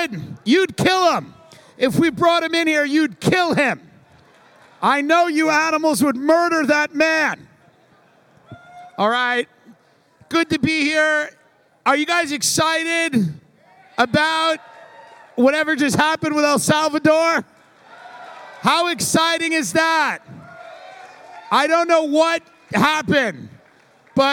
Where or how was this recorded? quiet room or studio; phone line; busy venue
busy venue